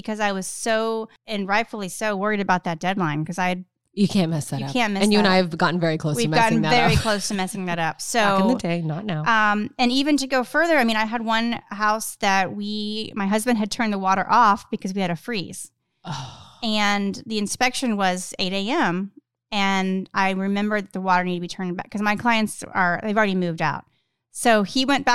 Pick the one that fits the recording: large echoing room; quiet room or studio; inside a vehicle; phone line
quiet room or studio